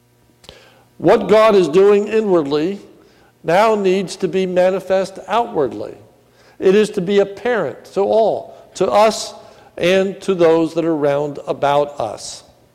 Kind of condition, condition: setting, large echoing room